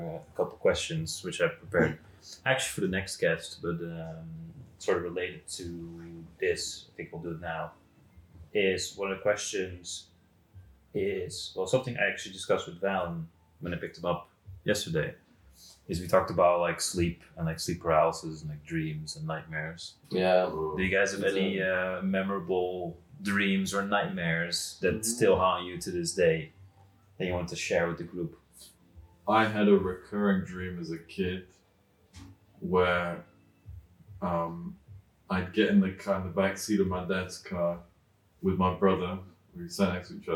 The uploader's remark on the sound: A special episode with a group of friends. Recording for this was done with a single microphone, so the audio quality is compromised.